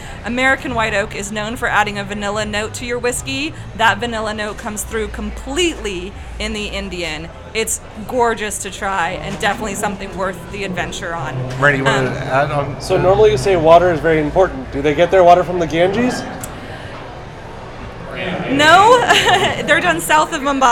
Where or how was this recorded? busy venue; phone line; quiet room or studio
busy venue